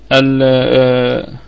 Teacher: الميم الأولى متحركة فهي في الدرجة الخامسة من درجات الغنة يعني في أقل درجات الغنة. والميم الثانية مشددة مدغمة في أعلى درجات الغنة وفيها مد طبيعي وصلا ووقفا.